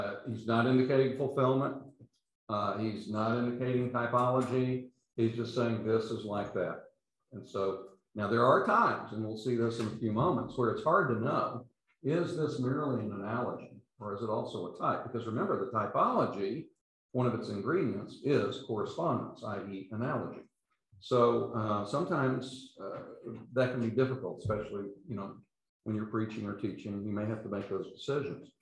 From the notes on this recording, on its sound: These podcasts are the recordings of the lectures.